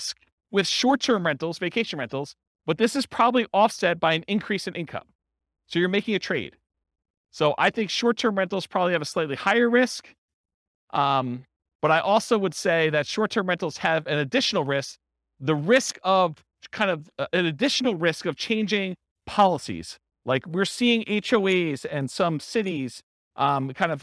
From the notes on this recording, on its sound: This was a live class recorded